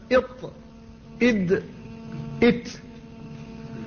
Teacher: بين رأس اللسان والثنايا العليا تخرج هذه الحروف الثلاثة